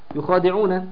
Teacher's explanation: الواو ساكنة في يخادعون ما قبلها مضموم مد طبيعي مد بمقدار حركتين · الألف الساكنة ما قبلها مفتوح مد طبيعي مد مقدار حركتين